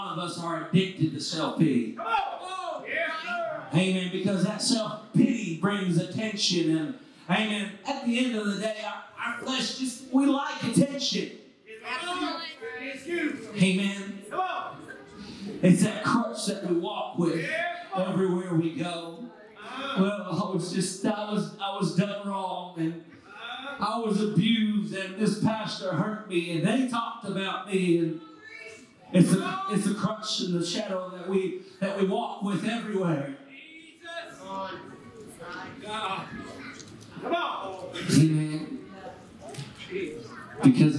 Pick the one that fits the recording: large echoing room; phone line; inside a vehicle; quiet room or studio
large echoing room